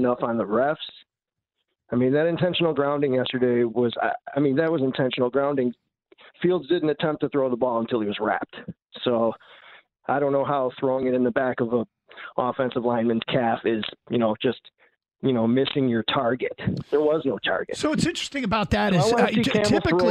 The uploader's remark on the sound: Lions fans call in.